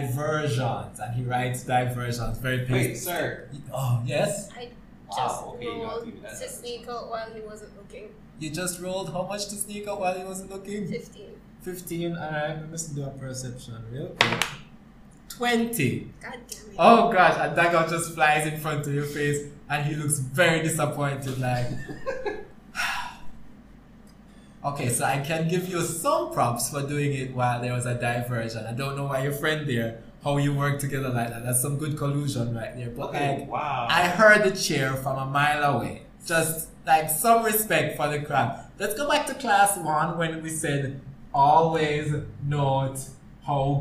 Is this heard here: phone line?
no